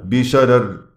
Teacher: إذا وقفت بالسكون على بشرر، لمن يرقق الراء الأولى رققت الثانية · Term: ترقيق